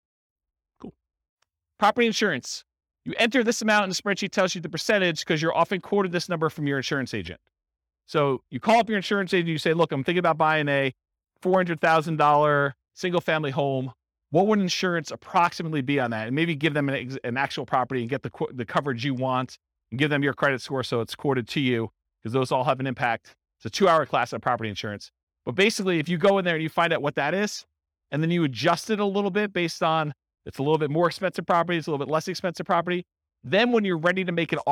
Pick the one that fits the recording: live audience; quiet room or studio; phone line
live audience